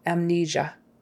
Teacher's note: Stress on the second syllable.